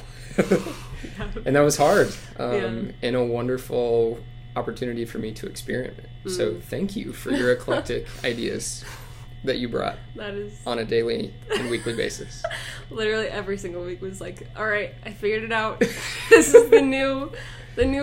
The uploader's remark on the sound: Please bear with us as our audio quality was slightly hampered thanks to AC buzz.